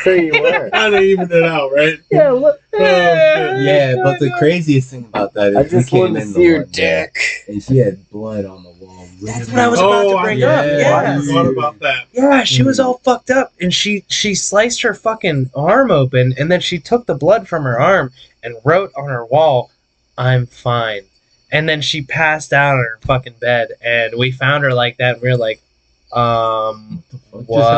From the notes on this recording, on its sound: Bad audio quality this episode, sorry. The audio quality for this episode is pretty poor and we apologize for that.